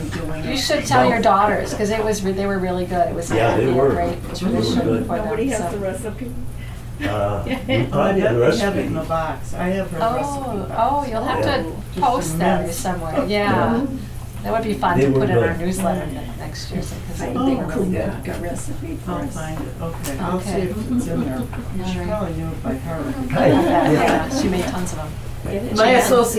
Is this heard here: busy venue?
yes